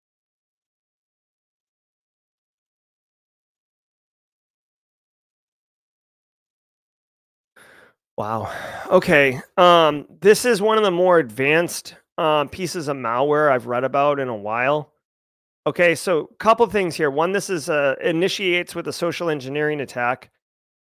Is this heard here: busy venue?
no